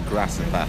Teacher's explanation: I still say grass and bath, which is a right way to say it. There's no fucking R in them after the A.